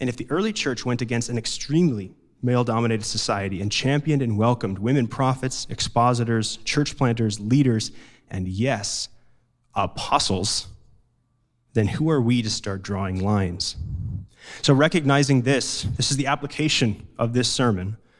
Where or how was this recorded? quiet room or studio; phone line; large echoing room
large echoing room